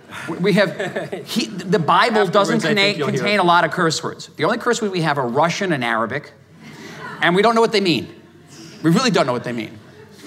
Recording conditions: live audience